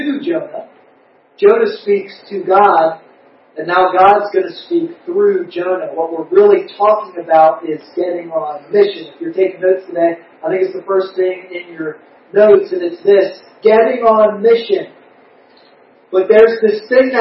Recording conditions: poor sound quality